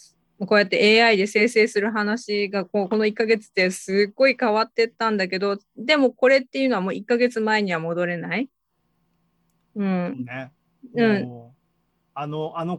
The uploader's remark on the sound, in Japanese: ZOOMライブの模様です